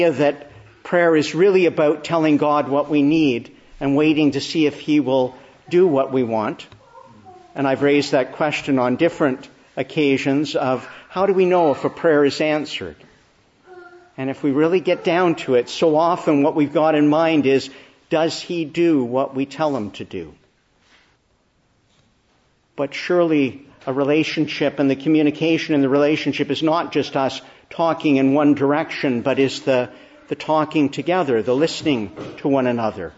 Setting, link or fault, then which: setting, large echoing room